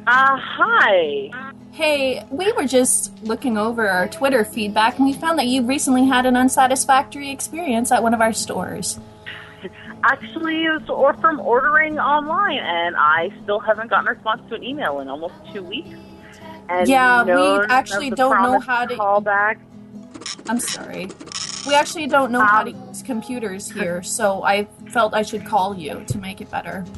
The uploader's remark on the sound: Prank Phone Calls Collection